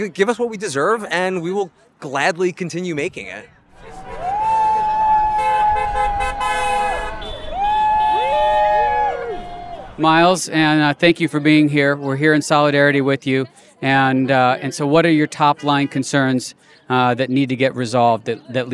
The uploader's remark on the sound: Live from the Picket Line. Recorded voices from the picket line.